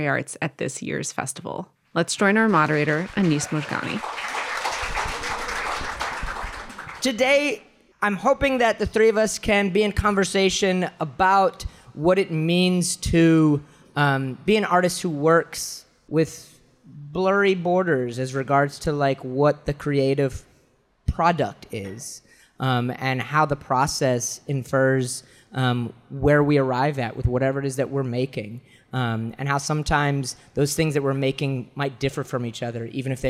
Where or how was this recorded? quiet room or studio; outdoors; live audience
live audience